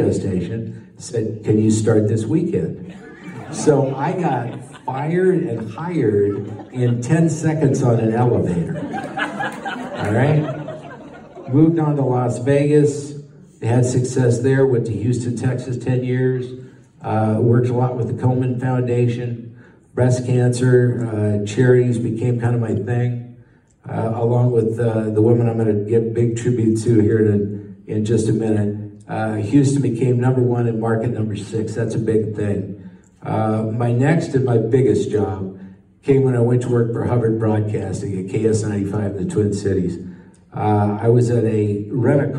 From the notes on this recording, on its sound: Minnesota Broadcasting Hall of Fame speech live from the Pavek Museum.